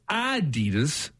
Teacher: It's supposed to be Adidas. Uh, slight emphasis on the first syllable, not an Adidas as we stress the second syllable